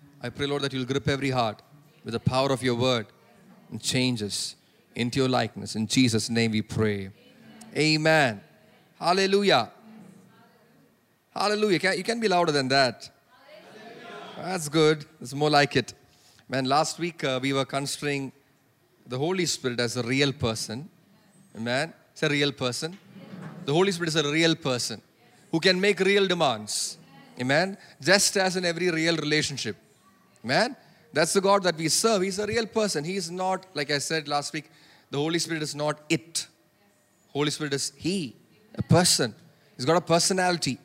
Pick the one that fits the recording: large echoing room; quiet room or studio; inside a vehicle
large echoing room